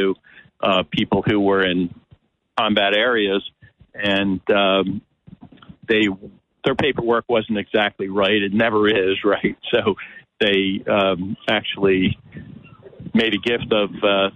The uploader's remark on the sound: Live from the Boardwalk in Atlantic City for the 2022 airshow.